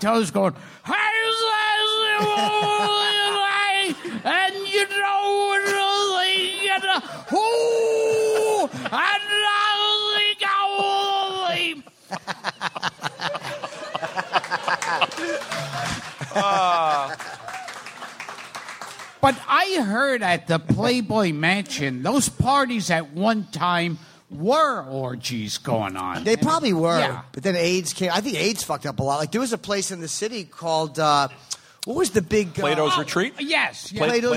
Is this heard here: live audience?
yes